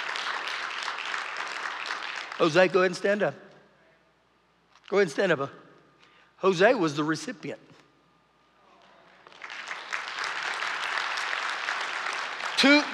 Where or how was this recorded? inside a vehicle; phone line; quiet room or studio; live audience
live audience